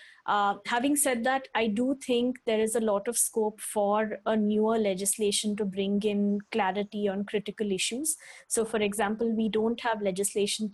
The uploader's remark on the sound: Webinar audio recording dated 2 Sep 2020.